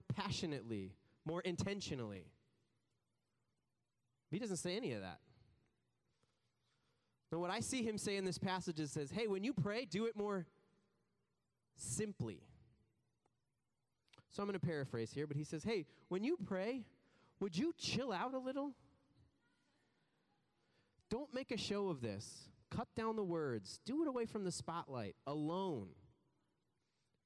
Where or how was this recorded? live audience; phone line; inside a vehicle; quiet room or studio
live audience